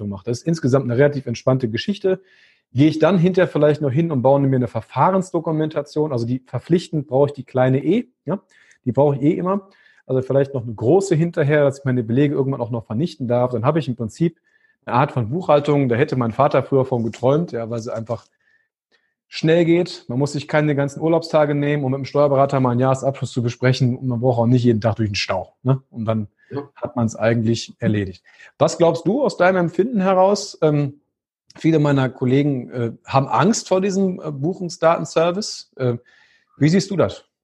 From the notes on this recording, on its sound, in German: Zoom Videotelefonie.